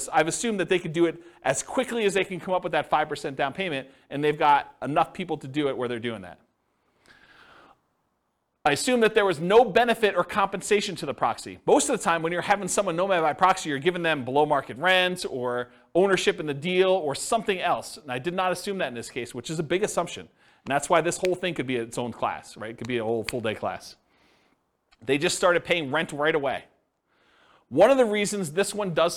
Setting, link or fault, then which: setting, live audience